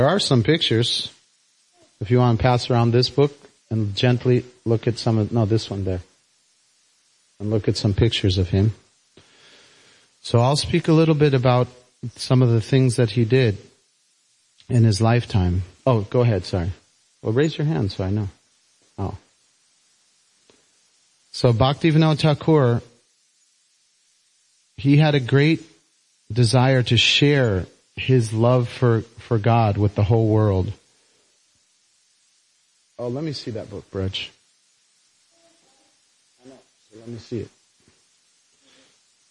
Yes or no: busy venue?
no